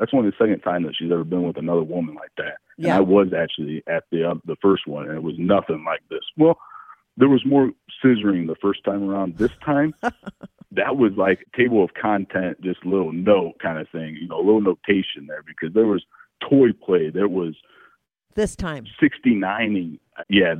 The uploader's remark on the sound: called in to talk all about it